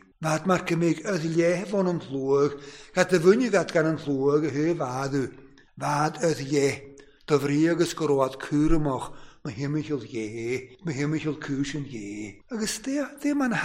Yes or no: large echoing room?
yes